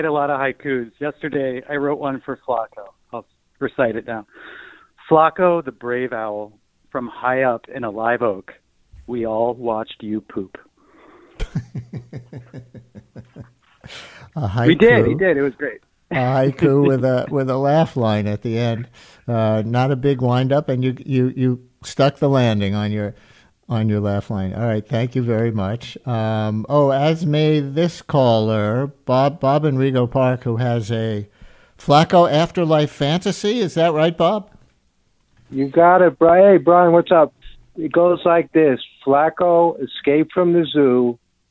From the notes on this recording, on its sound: Listeners call in share their remembrances.